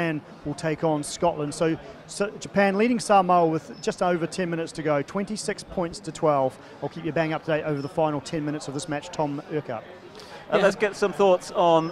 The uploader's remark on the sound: From our spiritual home Barasti